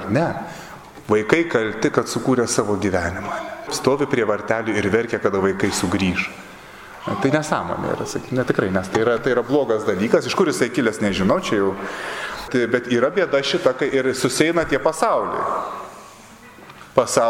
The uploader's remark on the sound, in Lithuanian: Įrašas iš Šeimų festivalio.